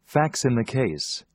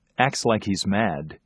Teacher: Make a smooth transition from the final S to the next word in each phrase.